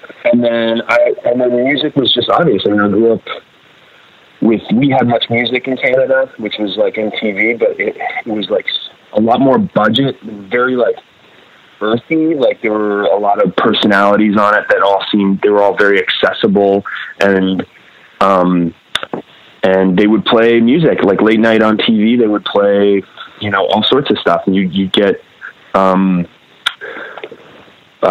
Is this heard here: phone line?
yes